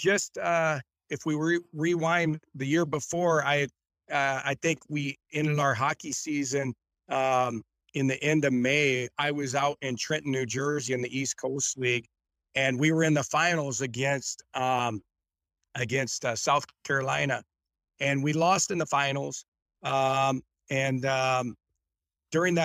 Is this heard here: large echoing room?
no